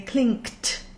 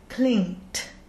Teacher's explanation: there should be no K or G sound. Just go straight from the N with the tail to the T · Shown in: second take